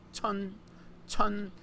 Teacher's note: the tone is what we call a high level tone, meaning you say it kind of loud and you drop off right away